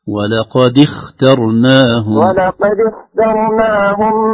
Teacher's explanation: الهمزة وصل لا تنطق